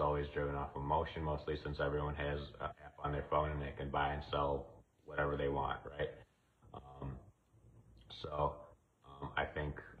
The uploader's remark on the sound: Heads up the audio is not perfect, but the content is still great.